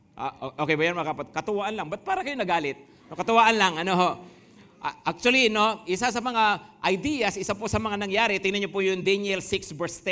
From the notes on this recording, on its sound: Preached last July 23, 2023, at Grace Testament Church's 10am service.